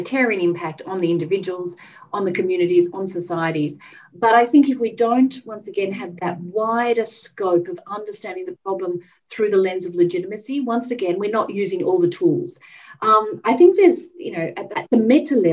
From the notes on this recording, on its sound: Recorded live as a webinar on 24th November 2020.